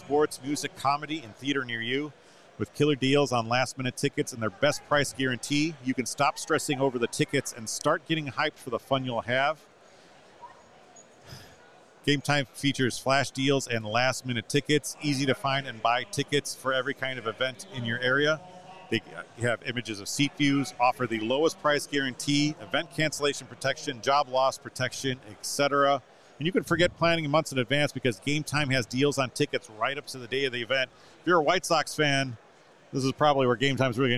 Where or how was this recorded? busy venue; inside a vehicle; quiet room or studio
busy venue